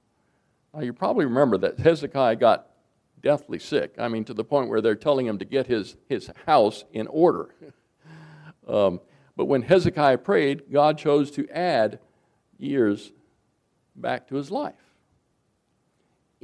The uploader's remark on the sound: Recorded January 20, 2024, at Ringgold Seventh-day Adventist Church.